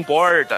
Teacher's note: aqui em São Paulo tem muito desse negócio de falar o R puxado